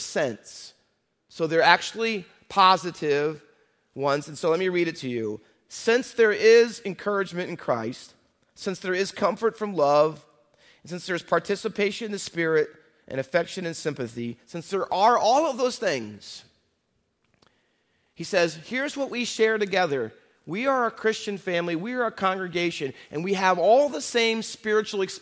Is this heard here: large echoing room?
yes